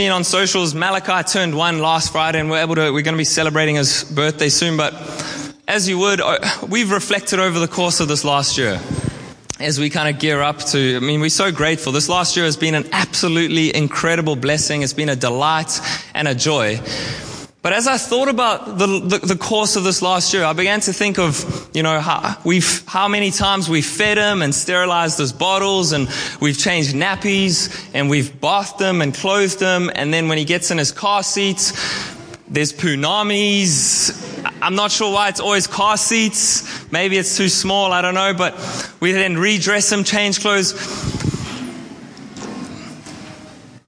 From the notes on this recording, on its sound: at our All In Service on 29/10/23